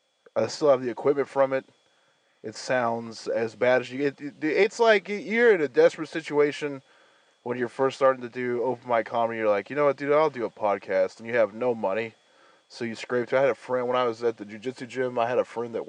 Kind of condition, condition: setting, inside a vehicle